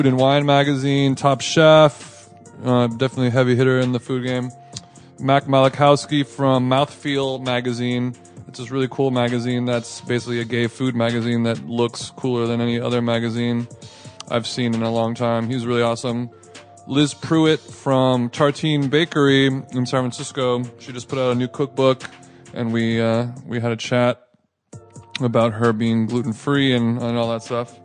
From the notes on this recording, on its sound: Live from the Food Book Fair. Went on location at the Food Book Fair in New York last weekend and conducted a series of mini quick style interviews.